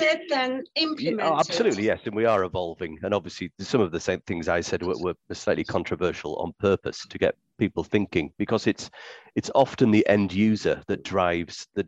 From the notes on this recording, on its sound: conversations our panels are having in the 'after party' zoom